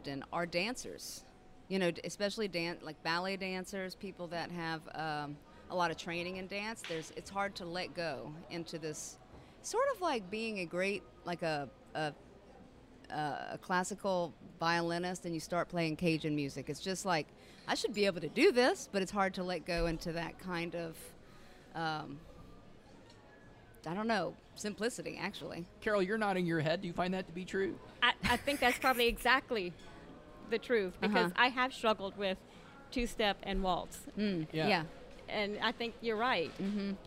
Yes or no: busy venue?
yes